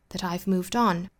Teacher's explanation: 那重读的话应该是在 on 这个词上面